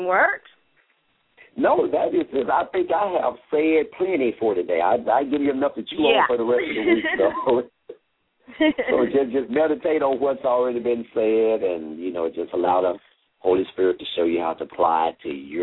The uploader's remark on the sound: LML uses a progressive live call in format.